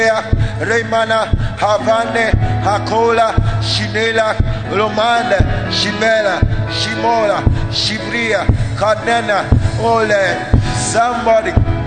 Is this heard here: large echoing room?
yes